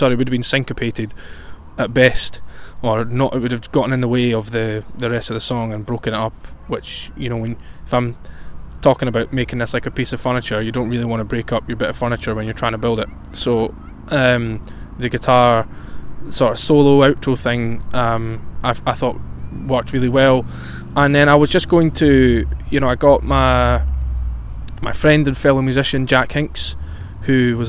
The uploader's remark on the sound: It was recorded outdoors as I took full advantage of the warm, sunny weather that we had. I talk about my surroundings outdoors.